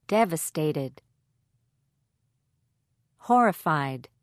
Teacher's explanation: Stress on first syllable